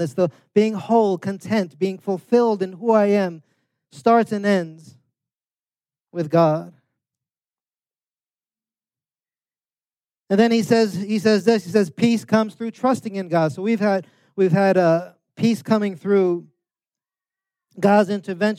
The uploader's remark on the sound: preached this sermon on Sunday, December 24th, 2023, at Catalyst Church San Diego